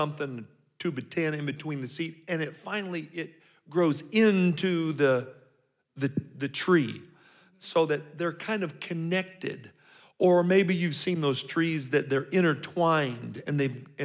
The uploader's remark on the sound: 2023 Marriage Seminar (General Session 2). These episodes were recorded live. At our 2023 Calvary Marriage Seminar.